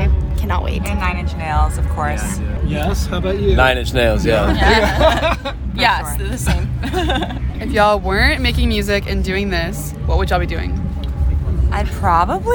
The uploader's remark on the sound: From the WUTK Music Department. At the Shaky Knees Music Festival, April 30, 2022.